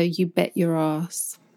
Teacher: I think we'd just probably use a glottal T there.